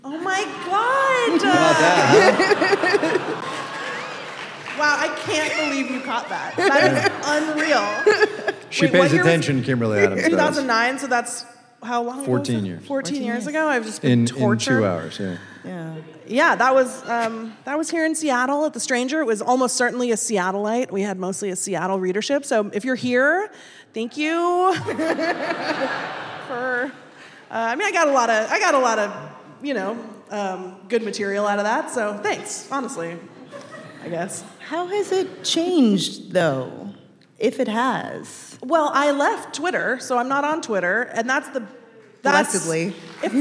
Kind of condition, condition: setting, live audience